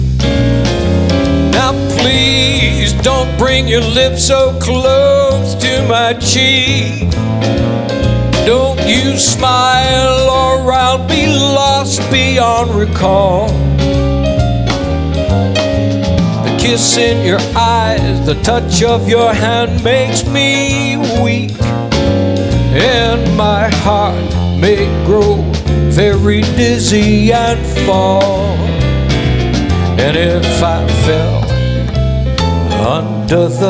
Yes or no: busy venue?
yes